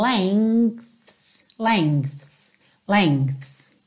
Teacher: se você reparar na fala dessa palavra propriamente dita, você tem um G bem levinho